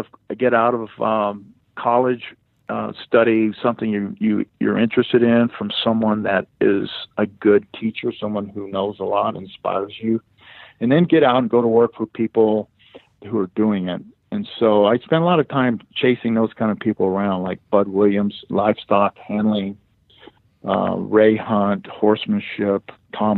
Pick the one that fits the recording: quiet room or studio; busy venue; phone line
phone line